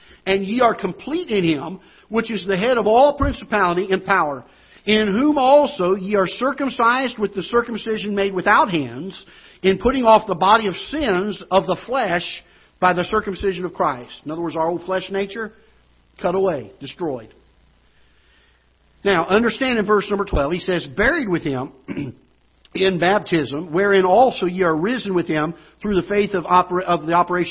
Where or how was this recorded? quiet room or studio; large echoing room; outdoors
large echoing room